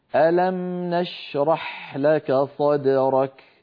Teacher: ألم في الميم جريان جزئي للصوت أخذ زمنا معينا، نشرح، زمن الشين زمن الحاء أطول من زمن الميم.